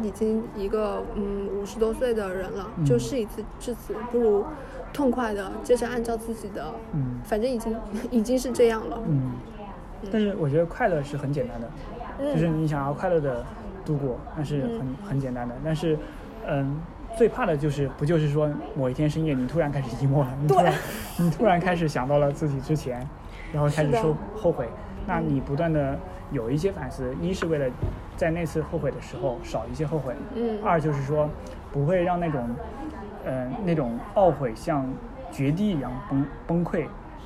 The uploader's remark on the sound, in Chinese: 本期是在餐厅录制，希望你成为坐在我们隔壁的另一桌客人